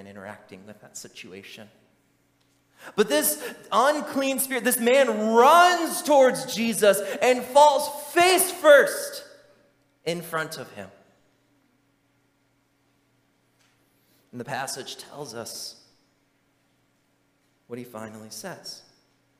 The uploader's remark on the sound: during the Morning Worship Service on Sunday, November 26, 2023, at Calvary Baptist Church in Battle Creek, Michigan